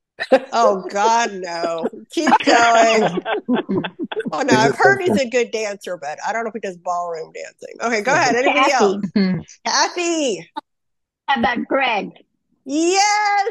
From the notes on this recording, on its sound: Special 600th Buzz Conference Call Celebration. Sharing a voice mail.